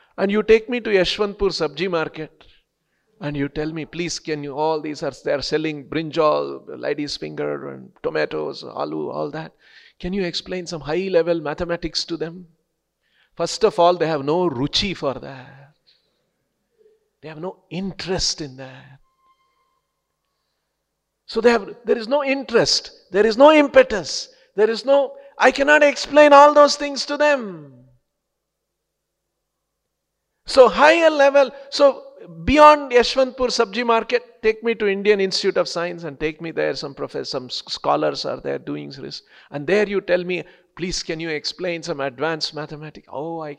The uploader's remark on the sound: Lectures given daily by the devotees at ISKCON Bangalore.